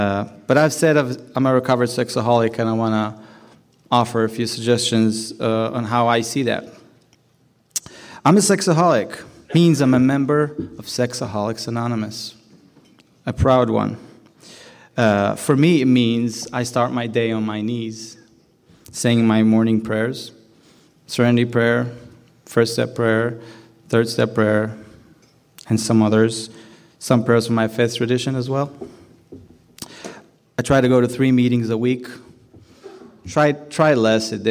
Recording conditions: live audience